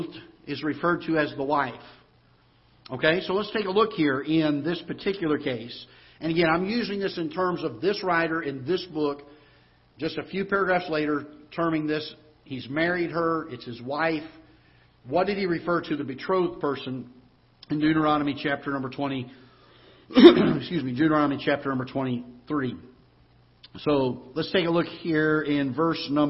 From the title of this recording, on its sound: Ketha Heights Baptist Church ~ Live Broadcast